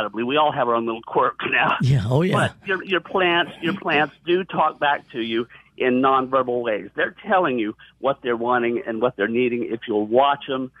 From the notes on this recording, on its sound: several callers